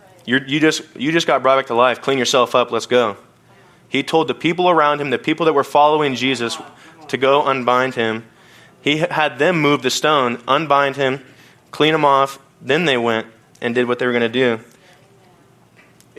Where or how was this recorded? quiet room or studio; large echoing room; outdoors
large echoing room